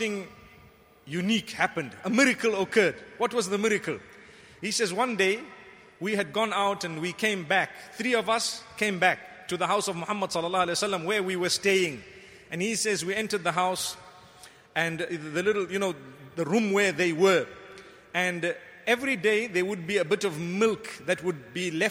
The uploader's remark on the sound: Delivered at Tuanku Mizan Zainal Abidin Musjid